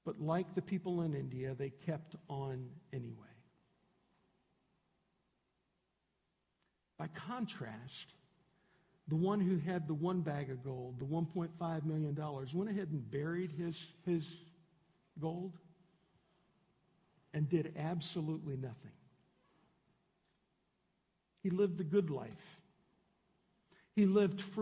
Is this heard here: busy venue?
no